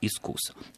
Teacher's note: единственным правильным ударением в русском языке у слова «искус» является именно это, на второй слог – «искус». «Искус» – это грубейшая ошибка.